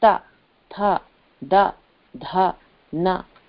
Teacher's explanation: दांत के पीछे जाके जीभ छूती है।